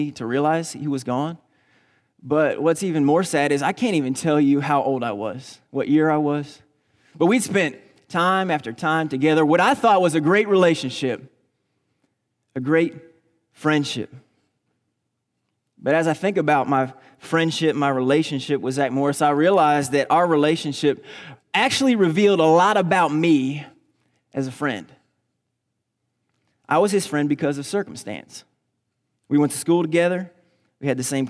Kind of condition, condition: setting, large echoing room